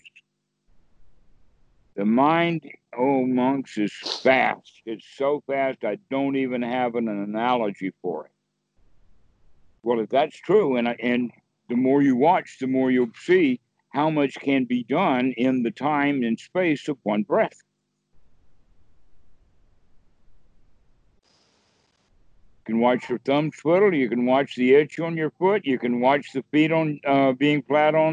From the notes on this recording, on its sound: Skype calls on this channel.